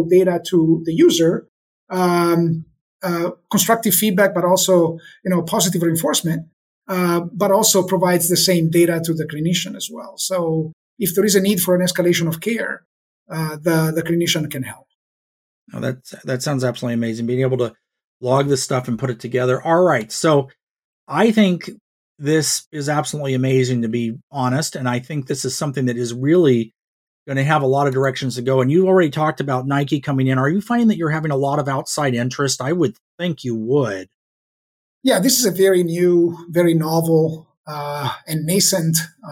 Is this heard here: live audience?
no